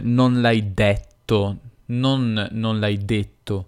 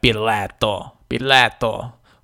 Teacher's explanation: Nel milanese, quando abbiamo due T, la E prima delle due T, come nella parola detto, diventa detto, una E aperta.